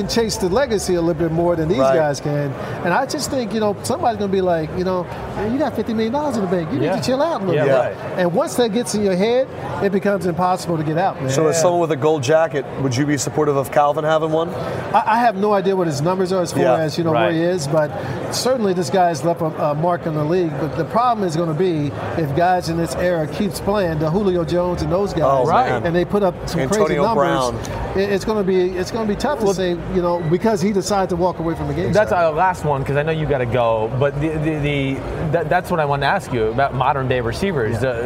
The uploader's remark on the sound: live from Radio Row at Super Bowl 50 in San Francisco